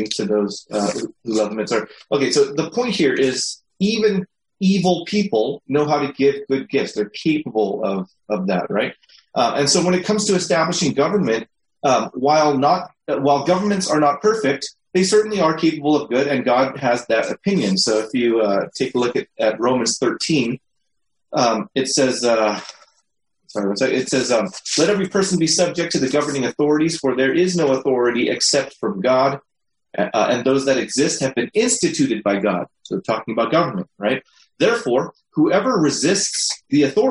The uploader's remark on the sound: These weekly sessions are a held through a Zoom meeting for the discussion time.